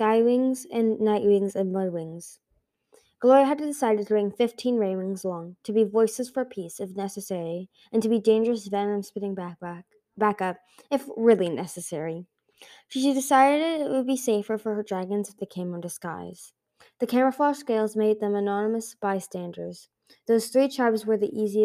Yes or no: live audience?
no